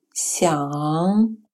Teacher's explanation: Следующее финаль похоже на сочетание русских звуков «ян», только звук «н» носовой. · Term: китайский финаль «ян»